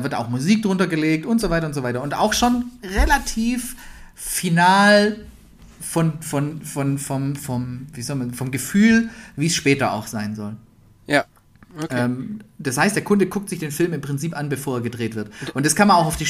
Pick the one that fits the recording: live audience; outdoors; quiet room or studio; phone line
quiet room or studio